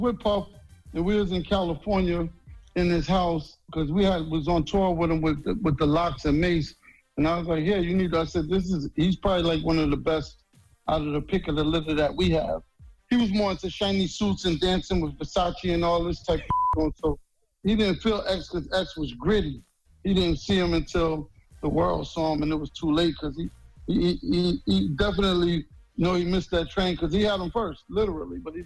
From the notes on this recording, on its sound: we also opened up the phone lines